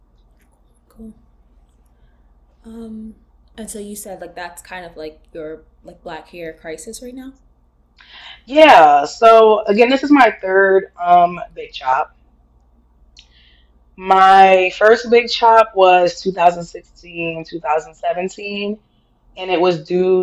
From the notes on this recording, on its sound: Amidst an absurd amount of technical difficulties